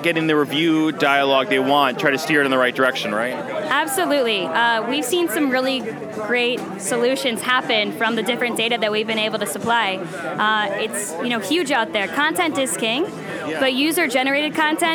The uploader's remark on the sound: In an interview recorded at the ChicagoMade activation lounge at SXSW